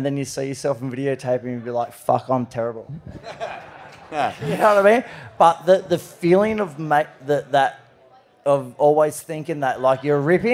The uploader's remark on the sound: A gala evening of Peeeeeyeeewer GRIT!!!! LIVE from the Cronulla RSL.